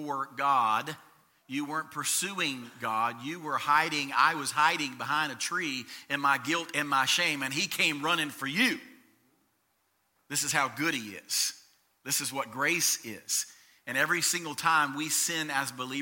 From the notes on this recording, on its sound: Recorded from the LifePoint Church Stewarts Creek Campus in Smyrna, TN.